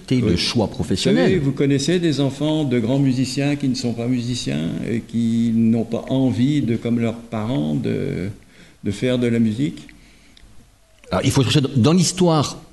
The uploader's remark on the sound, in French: Cette émission a été enregistrée en public à la Bibliothèque municipale de Semur-en-Auxois (Côte-d’Or).